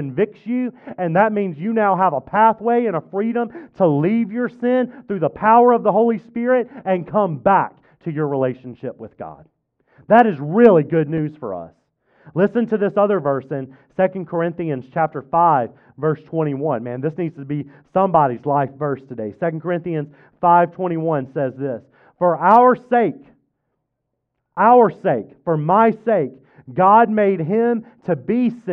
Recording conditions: large echoing room